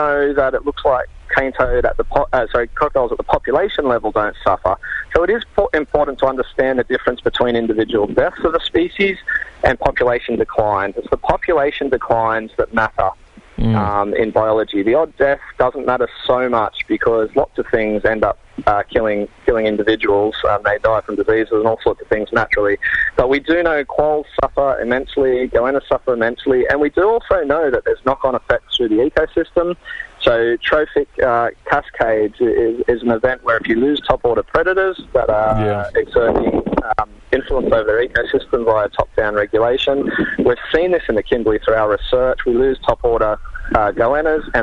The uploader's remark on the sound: In the studio. First guest (on the phone).